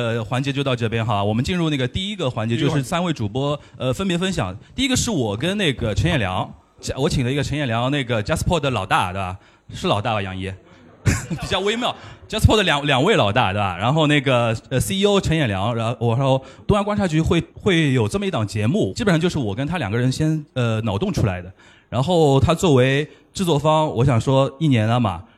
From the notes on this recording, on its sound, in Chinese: 6月20日下午《东亚观察局》联合JustPod举办了节目上线一周年感谢祭活动，100名节目听友来到现场，听三位主播的特别分享并且提问互动